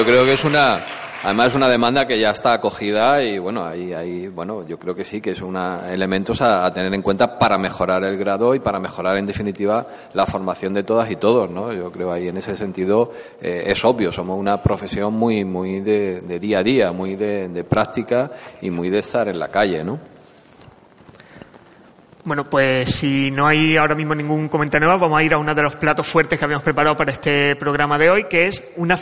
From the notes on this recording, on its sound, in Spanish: Programa de radio grabado en el salón de actos de la Facultad de Estudios Sociales y del Trabajo de la Universidad de Málaga.